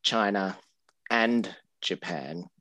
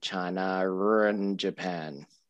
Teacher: So the classic example with Australian English is the intrusive R. · Shown in: second take · So instead of saying China and Japan, you would say China run Japan.